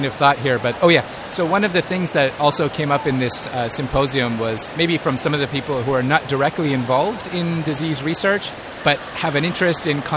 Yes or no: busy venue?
yes